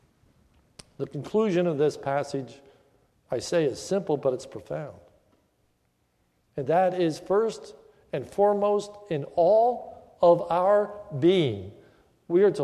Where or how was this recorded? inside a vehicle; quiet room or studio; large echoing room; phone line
large echoing room